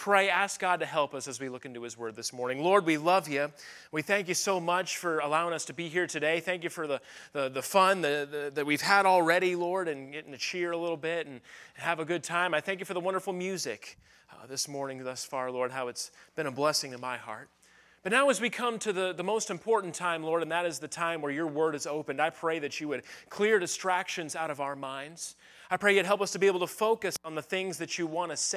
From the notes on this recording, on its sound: at the Focus Youth Conference on May 6, 2023, at Victory Baptist Church in Boonsboro, Maryland